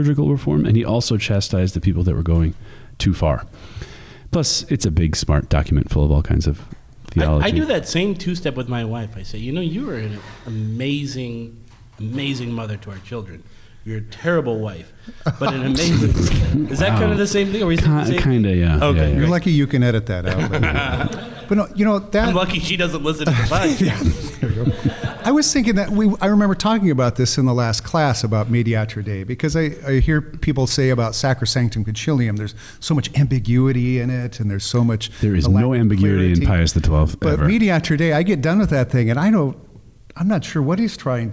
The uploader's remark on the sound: In front of a live studio audience of Liturgical Institute students.